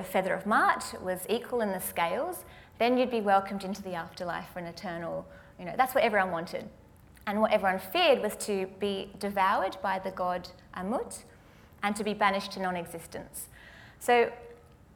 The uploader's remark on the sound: Live at the AM